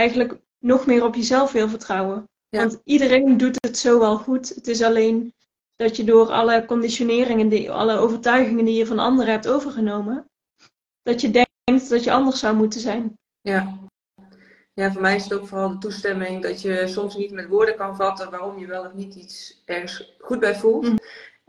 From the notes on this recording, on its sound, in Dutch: tijdens een live op Instagram